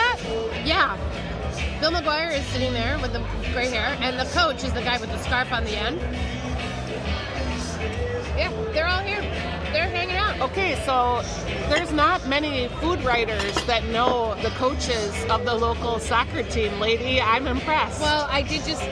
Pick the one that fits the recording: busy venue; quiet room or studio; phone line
busy venue